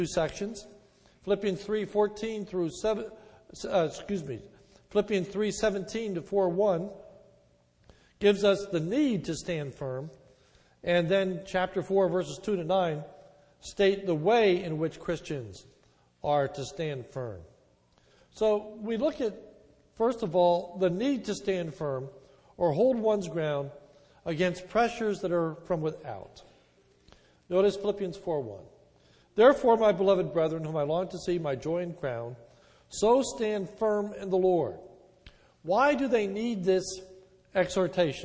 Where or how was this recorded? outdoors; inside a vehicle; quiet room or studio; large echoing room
large echoing room